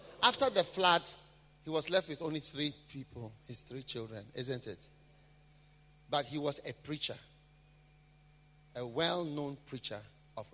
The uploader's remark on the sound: Preached at a BENMP service in London, UK